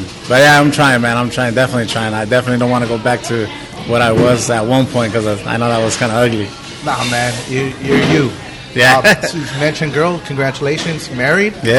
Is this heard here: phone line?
no